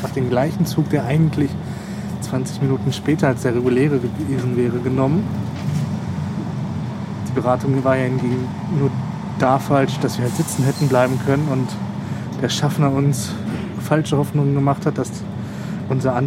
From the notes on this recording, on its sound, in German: In der Folgenden Sendung könnten diverse nervende Hintergrundgeräusche, schlecht zu verstehende Dialoge und sinnlose Gespräche dokumentiert worden sein.